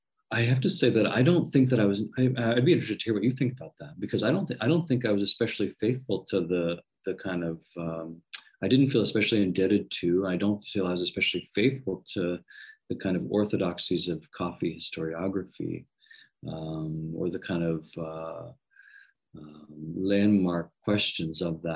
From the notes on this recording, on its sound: This interview was recorded at the Society for Latin American Studies Virtual Conference, 2021.